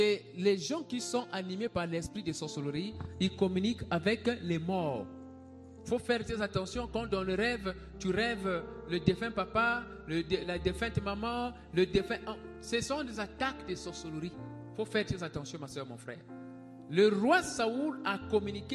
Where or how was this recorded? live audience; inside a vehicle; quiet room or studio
live audience